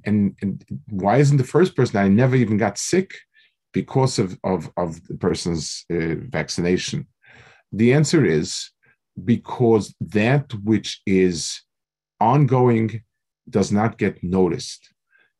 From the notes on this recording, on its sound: Delivered over Zoom